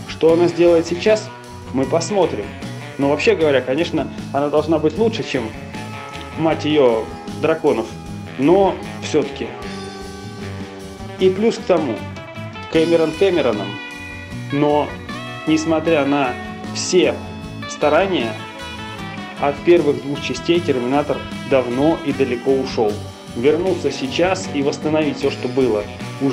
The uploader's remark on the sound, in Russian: После просмотра трейлера, мы всегда делимся своими эмоциями об увиденном, отправляя друг другу голосовые сообщения в Телеграм.